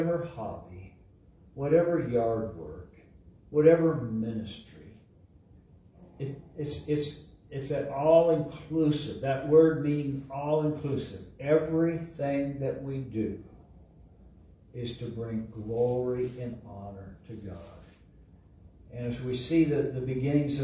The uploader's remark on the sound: LIVE from Calvary